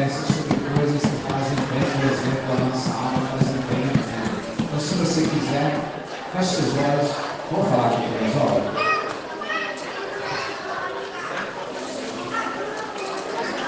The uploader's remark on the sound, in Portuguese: No Sarau Literário do Colégio Batista Brasil unidade Volta Redonda, RJ.